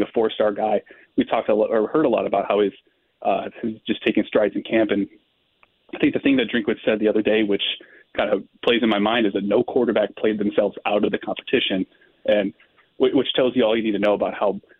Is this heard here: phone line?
yes